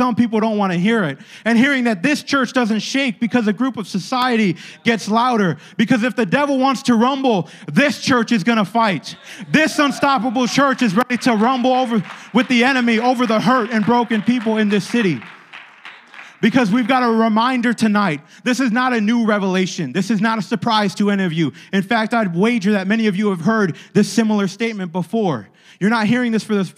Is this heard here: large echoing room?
yes